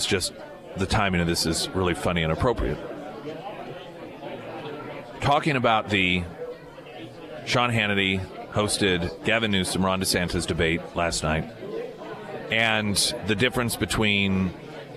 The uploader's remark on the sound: live at Scramblers Diner for the Friday Road Show